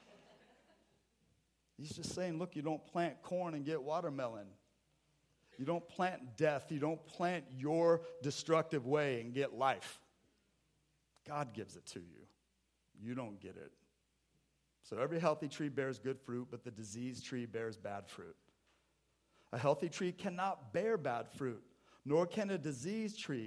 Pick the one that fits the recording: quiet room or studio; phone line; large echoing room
large echoing room